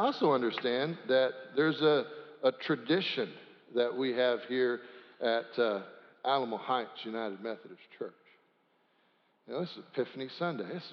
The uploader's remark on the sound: Sanctuary Service